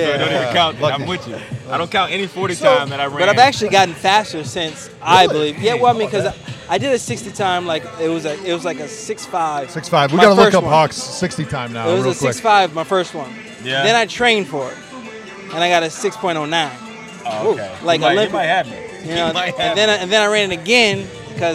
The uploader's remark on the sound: live at the Cleveland Indians game